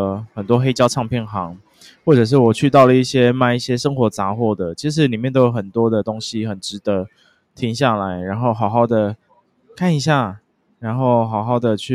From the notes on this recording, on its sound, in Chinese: 這次在Central Station旁邊的咖啡廳錄音，也是別有不同風景與體驗!